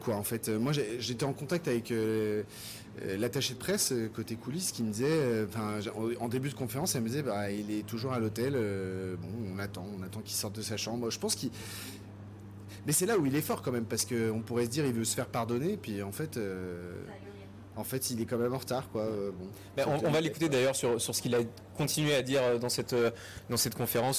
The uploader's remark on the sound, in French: en direct de la Croisette